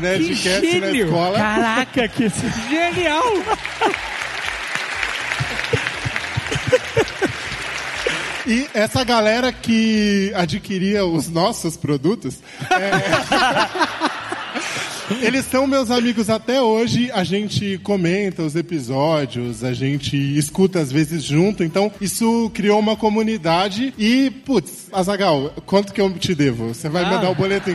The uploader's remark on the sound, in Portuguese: Ao vivo no Spotify Podcast Festival